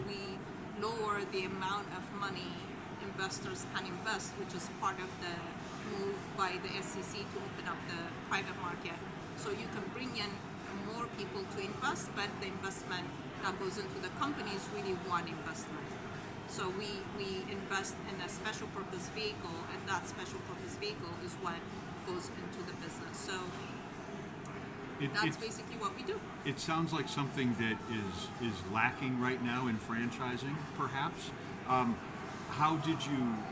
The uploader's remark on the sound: Recorded LIVE in the Podcast Zone at The International Franchise Expo 2023 in New York.